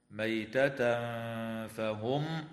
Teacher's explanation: ويخفى التنوين عند الفاء مع الغنة مرققة